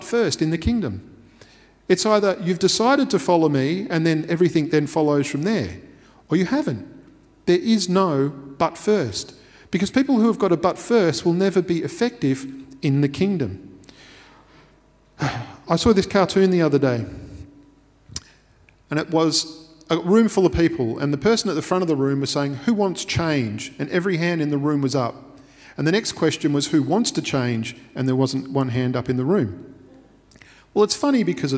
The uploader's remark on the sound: Recorded at Restore Church on the 27th of June 2021.